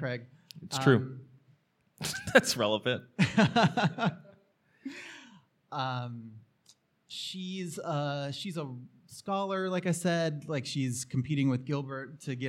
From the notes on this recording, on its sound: Live from Philly. Philly Podcast Festival show.